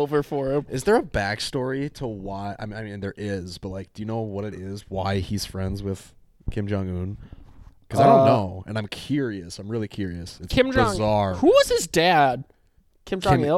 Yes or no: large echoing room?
no